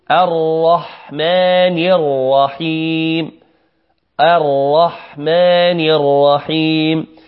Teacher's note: يعني الرحمن لا يوجد فيها إلا حرف الراء مفخم، كذلك الرحيم نقول الرحمن الرحيم الرحمن الرحيم.